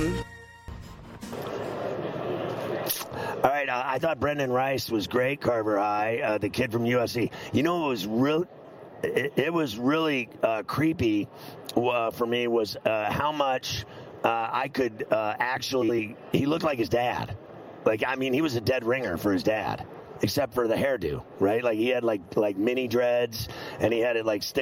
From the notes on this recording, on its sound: Live from Radio Row in Las Vegas.